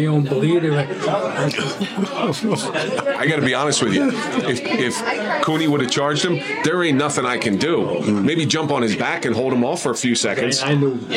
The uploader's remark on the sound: Live at the Grande Saloon